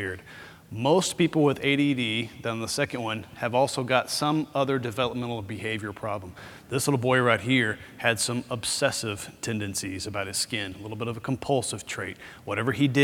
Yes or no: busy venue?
yes